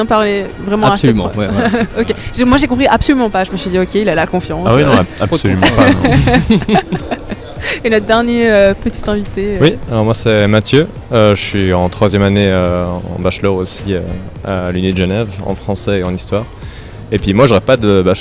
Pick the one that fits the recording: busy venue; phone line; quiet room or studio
busy venue